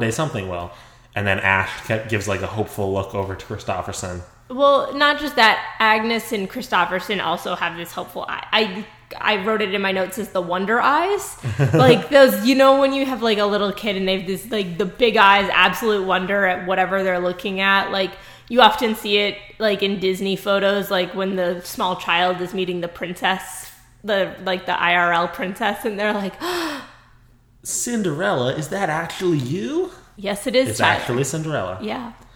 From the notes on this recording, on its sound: Sorry the audio is super echo-ey in this episode!